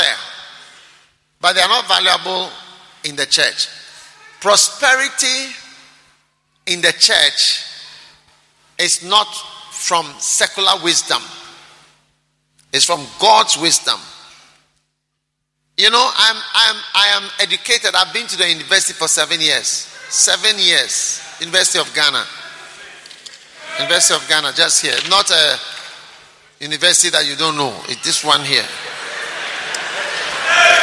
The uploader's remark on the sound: Preached at the King of Kings Cathedral, Achimota.